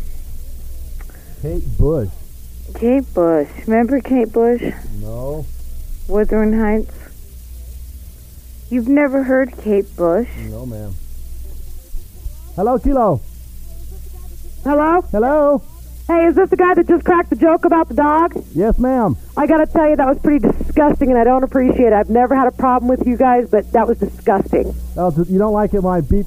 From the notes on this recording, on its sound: A Day's Worth Of Raw Phone Calls From The Mid 1990's. When Rockers Would Call KILO They Would Be Recorded On A Big Ass Reel To Reel Tape. While Digging Though The Piles Of Tapes We Came Across An Unmarked Box That Contained A Full Day Of Phone Calls, Some That Would Be On The Air And Some That Didn't.